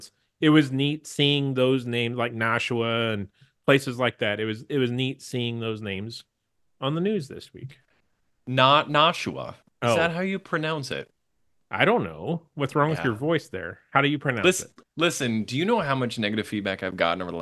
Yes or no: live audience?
no